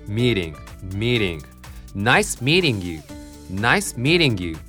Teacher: このミーティングの T 母音挟まれてるので濁らせて低めの L みたいな感じでミーティングじゃなくてミーティング、これがやっぱりね慣れた発音かなと。ミーティング、ミーティング、ナイスミーティングユー、ナイスミーティングユー。